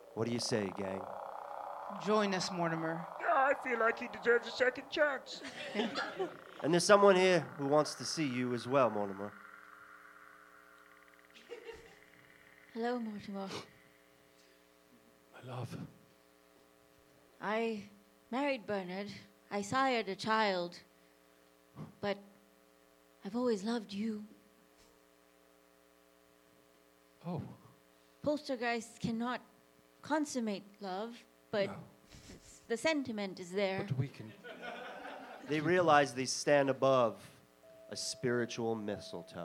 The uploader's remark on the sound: The best part - it's made up on the spot in front of an audience. This live podcast recording features an improvised Christmas ghost story. At Theatre VME in Montreal.